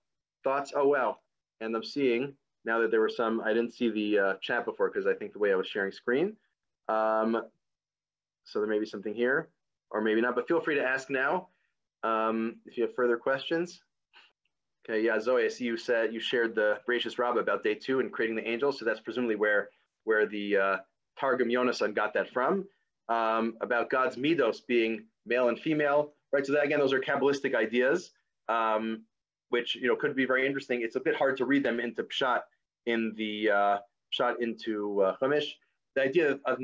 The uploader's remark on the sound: This audio was originally captured from Zoom.